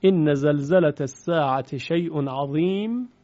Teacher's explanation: ادغام حرف تا در شین